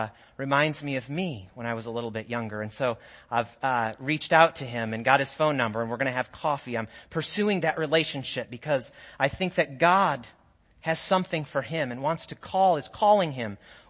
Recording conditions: large echoing room